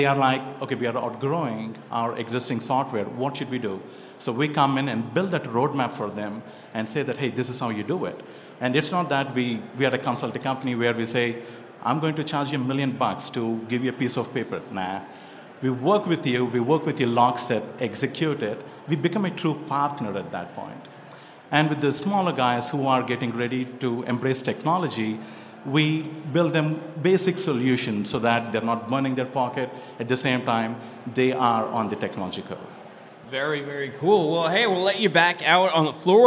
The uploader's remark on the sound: live from day 1 at F3